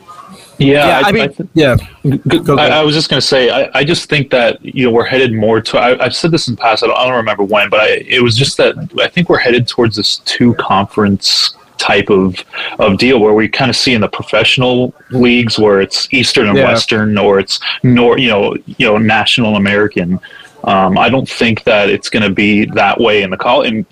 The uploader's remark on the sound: Mountain West and Pac-12 Media Days in Vegas. Live from Circa Sports in Vegas.